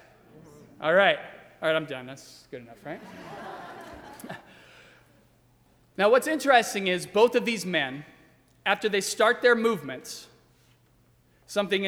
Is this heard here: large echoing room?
yes